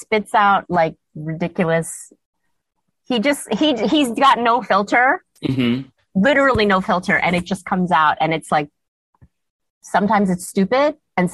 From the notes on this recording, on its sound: sat down with me over Zoom